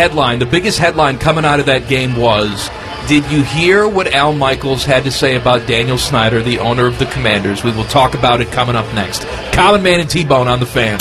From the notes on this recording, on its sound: We’re live from Nationwide Arena for the CBJ home opener